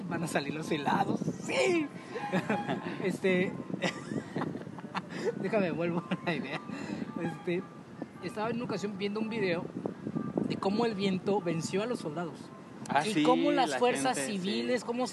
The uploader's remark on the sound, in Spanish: En esta ocasión grabamos en el Bosque Cuauhtémoc por lo que escucharás el ruido de la ciudad de Morelia.